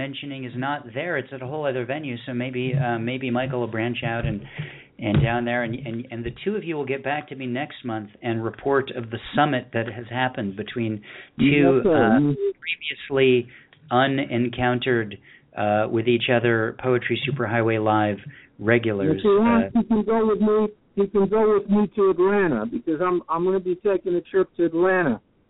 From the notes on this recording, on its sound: Poets from Canada, Birmingham, Alabama (and environs) and Smiths Grove Kentucky who called in to poetry Super Highway Live to read their poems.